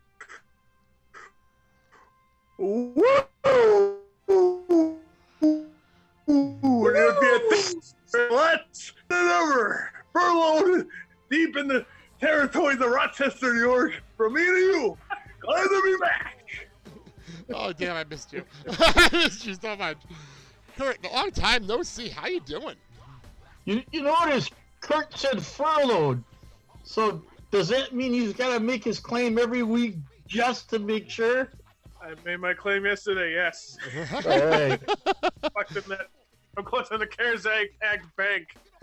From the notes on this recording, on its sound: Zoom calls are always great until there are technologically issues. Enjoy the show despite the up and down internet problems.